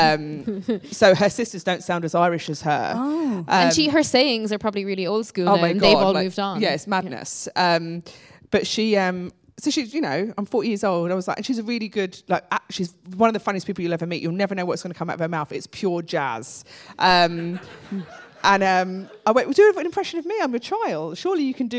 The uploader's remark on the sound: In Regent St Cinema. A packed audience.